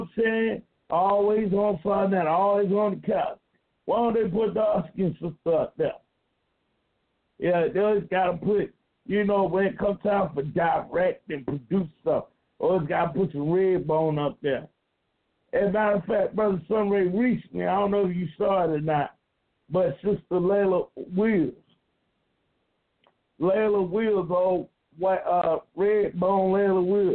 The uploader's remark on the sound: It's open line phone conversations on a Friday night.